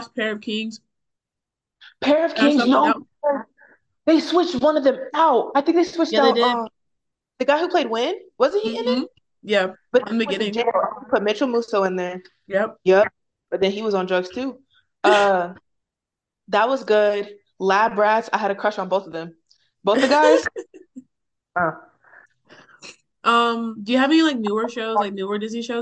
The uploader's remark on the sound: We're remote again this episode so if it sounds weird bear with us.